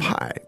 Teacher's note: And the word for pie is... Pie. And the tone there is... Fourth tone.